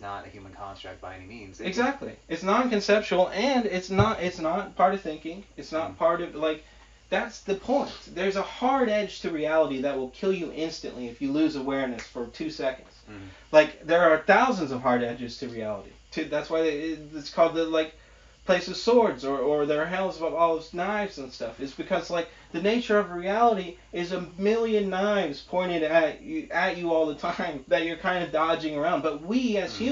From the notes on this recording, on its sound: Sorry for the audio quality. Still learning to edit.